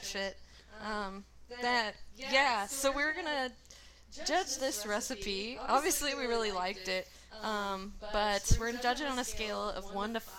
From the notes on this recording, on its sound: Also, I sound like I'm inside the disgusting tin can I complain about at length because my audio mixing is bad.